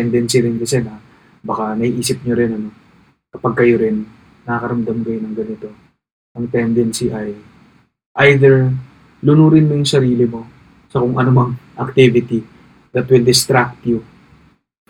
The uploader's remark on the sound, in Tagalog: Isang gabi, umupo lang ako at nagsimulang mag-record. Ni hindi ko nagamit ang malinaw kong mic.